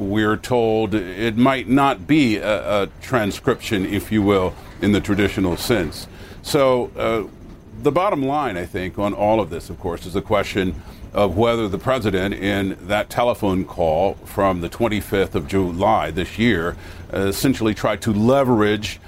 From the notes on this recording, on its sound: live from the New York Stock Exchange